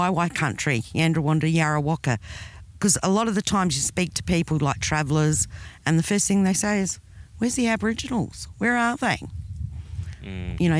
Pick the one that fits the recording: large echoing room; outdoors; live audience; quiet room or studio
outdoors